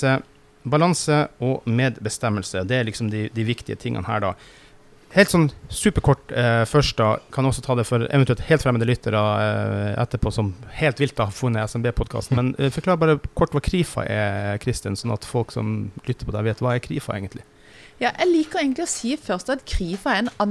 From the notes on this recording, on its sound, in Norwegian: En podcastinnspilling på loftet av Steenhuset i Arendal etter arrangementet. Denne episoden er altså spilt inn under Arendalsuka i august.